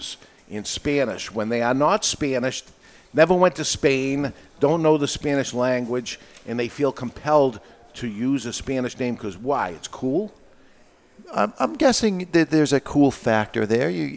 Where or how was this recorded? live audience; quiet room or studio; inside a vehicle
live audience